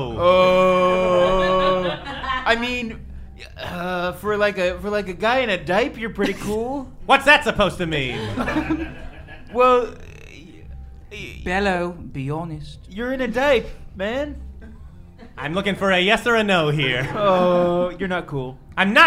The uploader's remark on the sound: LIVE in Brooklyn. This was our first ever live show, recorded in Brooklyn New York, with an audience of just Patrons.